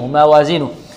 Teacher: الميم من كلمة موازينه مرققة، والواو كذلك مرققة